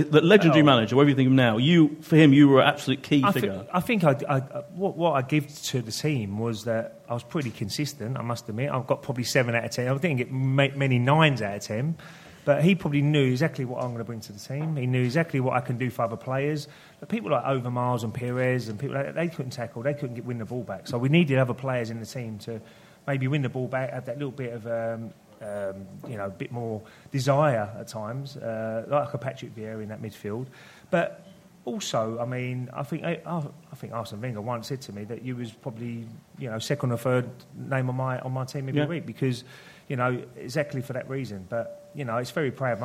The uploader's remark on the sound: In the second part of the LIVE show